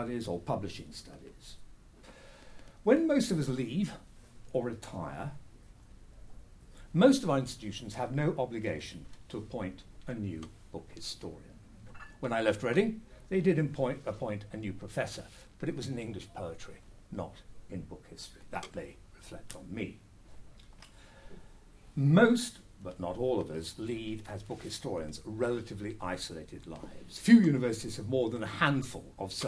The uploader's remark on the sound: This talk was given as part of the conference: Progressing Book History and Publishing Studies as Disciplines a British Academy Funded Event.